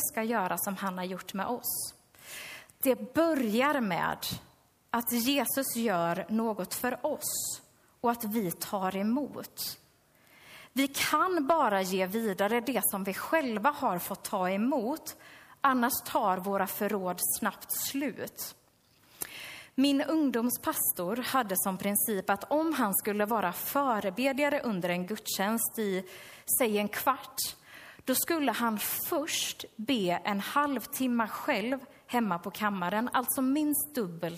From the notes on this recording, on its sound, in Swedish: Inspelad under gudstjänst i Löfstadkyrkan i Tranås 2023-04-06. Vi beklagar att hela inspelningen inte kom med.